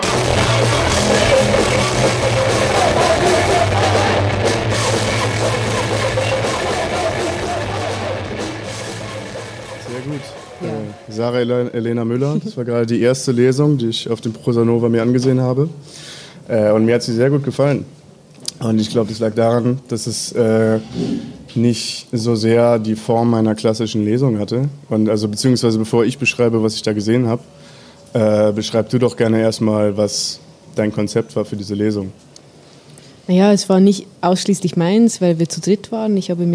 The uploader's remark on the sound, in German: Die Live-Mitschnitte entstanden auf der gemeinsamen Releaselesung der Literaturzeitschriften Bella Triste und Edit in Kooperation mit dem Literaturformat Textkneipe West am 27.04. In Leipzig.